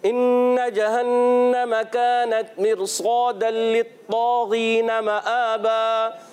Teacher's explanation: इदगाम होगा मगर बगैर गुन्ने के · Term: इदगाम बिला गुन्ना